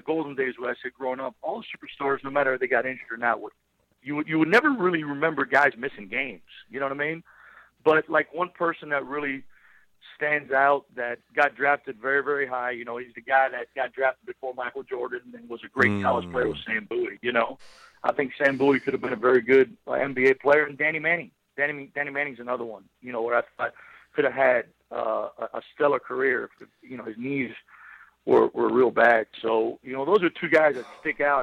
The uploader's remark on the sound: LIVE on the Back In Action Hotline. On RWRC Radio on The Ticket 95.3 Fm/970 AM, Ritter Communications, Tubetown 21!